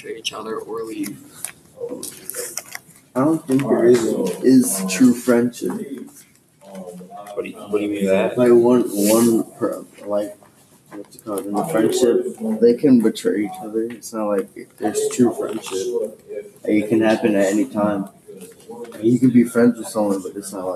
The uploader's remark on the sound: The audio is not the best we tried though.